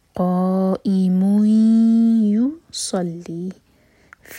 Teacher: وهو قائم، قا مد متصل، اس کے بعد ہم زبر کٹ آف ساؤنڈ. قائم يصلي، مین پر دومہ کی تنوین، اس کے بعد حیا، تو یہ ادغام غنہ کے ساتھ، تو دومہ کی آواز کلیئر آئے.